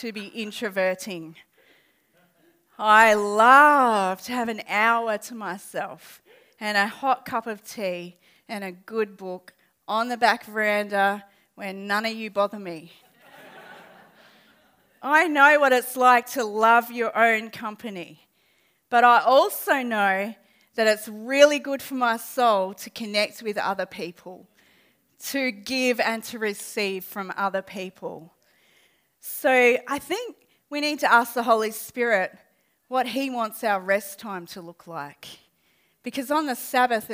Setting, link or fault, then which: setting, live audience